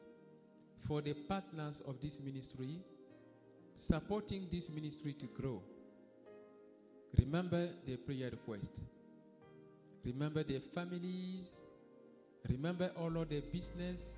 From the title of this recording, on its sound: Sunday Live Service - Service dominical en direct